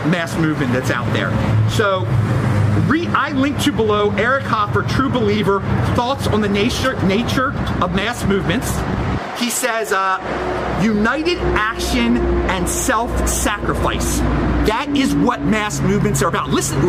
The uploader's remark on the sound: On the streets of LA! Recorded outside in East Hollywood!